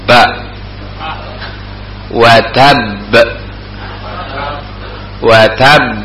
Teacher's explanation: Watab. Nah, itu dua bibir beradu rapat, ya, dan ditekan